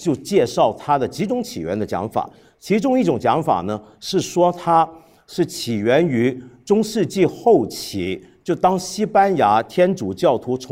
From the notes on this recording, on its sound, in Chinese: 新《八分》现场版。在看理想·室内生活节活动上。